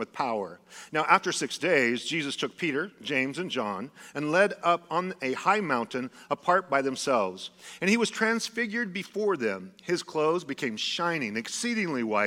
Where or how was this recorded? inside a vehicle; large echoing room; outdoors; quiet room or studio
large echoing room